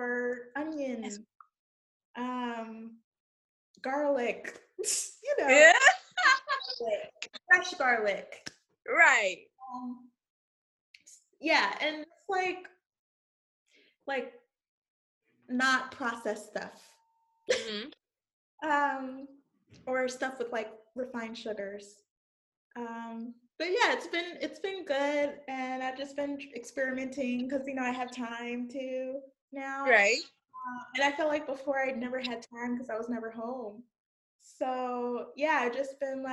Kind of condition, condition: link, video call